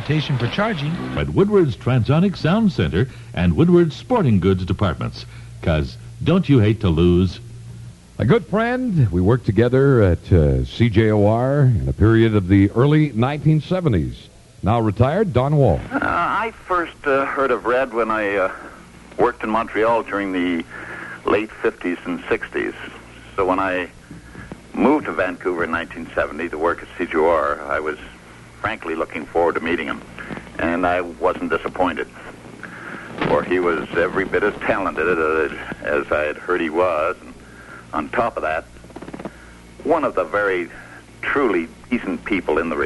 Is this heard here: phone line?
yes